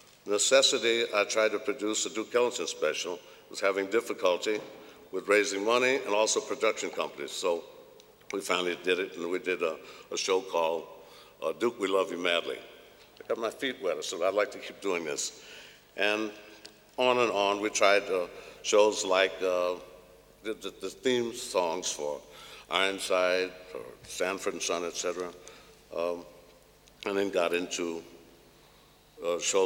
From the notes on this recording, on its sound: Recorded at the 2000 International Achievement Summit in London, England.